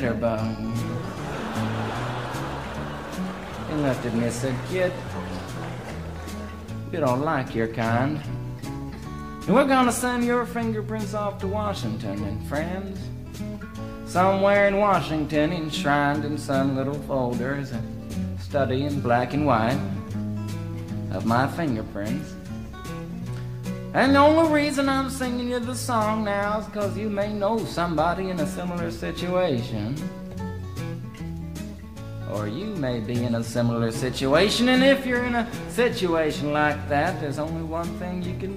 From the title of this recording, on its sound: Live from the Glampsite